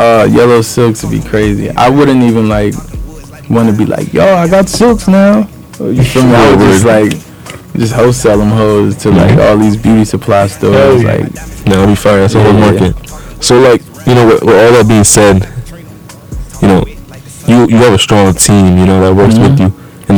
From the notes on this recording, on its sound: Sorry for the poor sound quality!